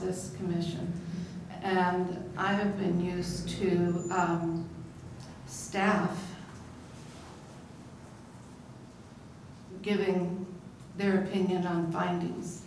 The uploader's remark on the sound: Live recording of the Oct 9 Astoria Design Review Committee meeting